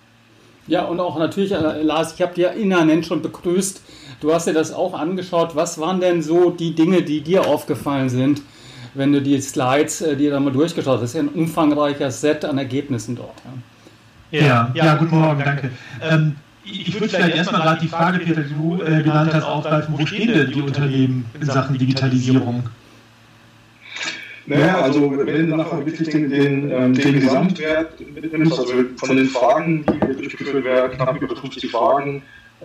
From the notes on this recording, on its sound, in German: Der Ton ist am Anfang leider nicht so gut. Hört man ein recht deutliches Echo, es wird aber besser im Laufe der Episode.